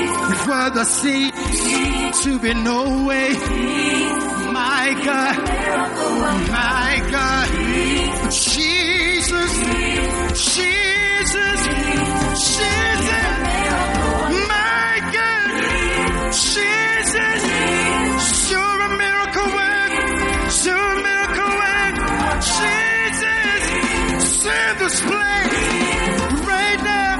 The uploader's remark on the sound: Preached at the Gathering Service, First Love Church.